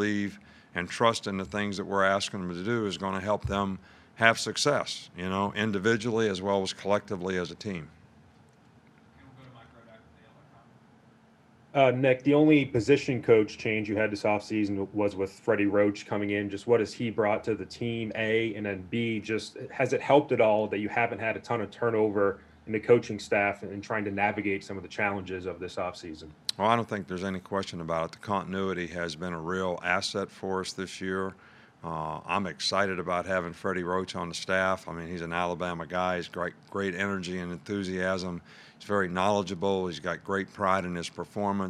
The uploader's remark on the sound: Press Conference from Monday August 24